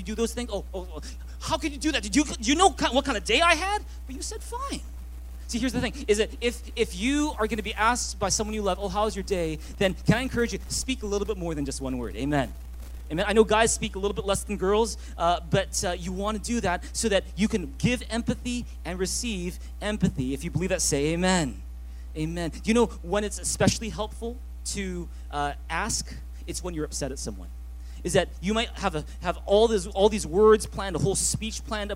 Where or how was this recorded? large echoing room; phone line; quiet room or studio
large echoing room